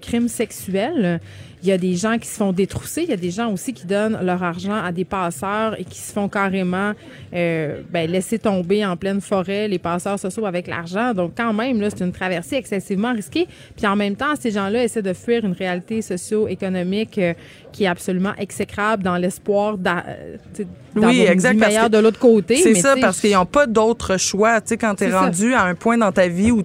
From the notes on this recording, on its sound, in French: En direct du Salon de l'auto de Montréal